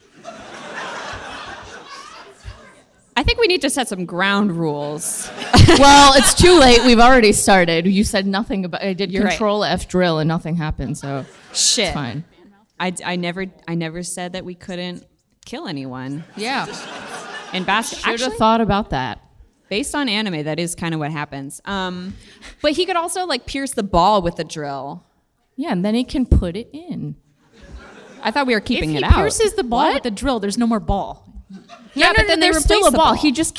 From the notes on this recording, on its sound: March Madness: PAX East 2019 Live. Live from PAX East.